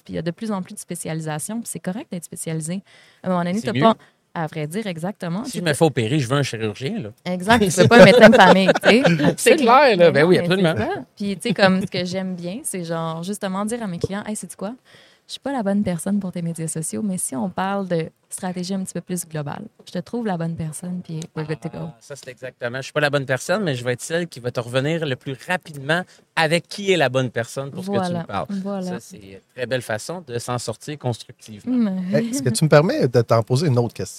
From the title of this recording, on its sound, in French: en direct de Stratégies PME